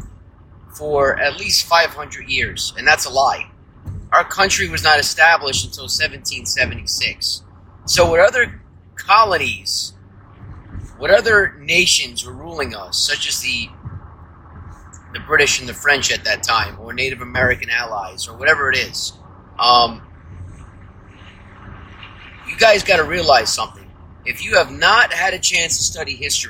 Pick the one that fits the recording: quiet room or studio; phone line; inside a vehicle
inside a vehicle